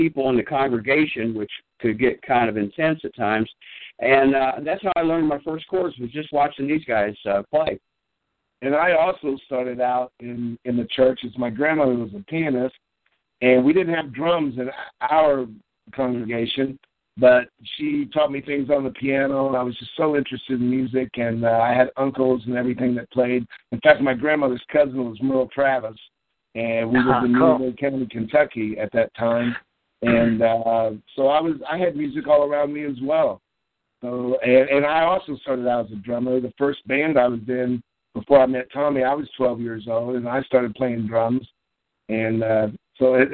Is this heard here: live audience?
no